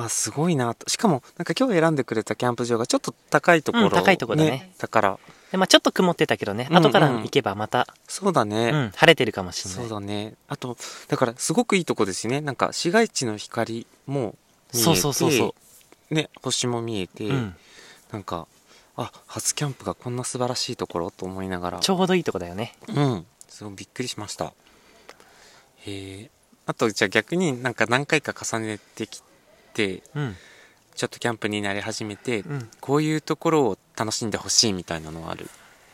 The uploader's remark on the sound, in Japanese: 今日は初のキャンプ収録